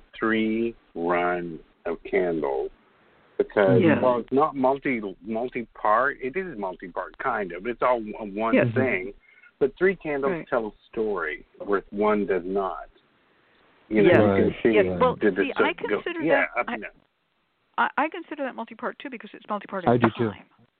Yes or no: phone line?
yes